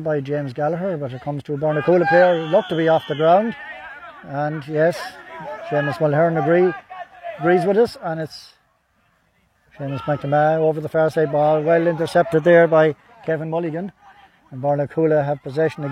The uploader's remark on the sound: Full Live Audio Commentary from Dromod.